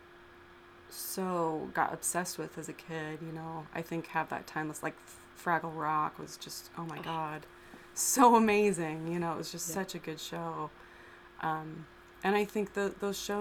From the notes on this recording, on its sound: Sorry about the background fuzz!